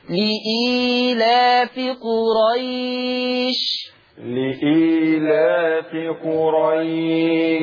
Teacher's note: قرأنا البدل بالتثليث، قصر ثم التوسط ثم الإشباع · Term: مد البدل